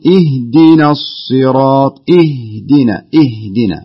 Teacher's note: نقول اهدنا بكل بساطة وكل هدوء، وفي نفس الوقت الحرف الهاء ضعيف